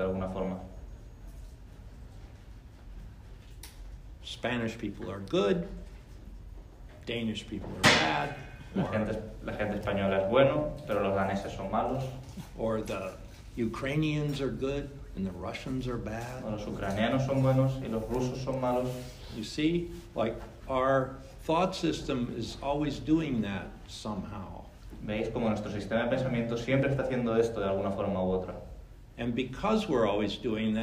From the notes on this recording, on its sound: VALENCIA LRT. Spoken to a Spanish audience.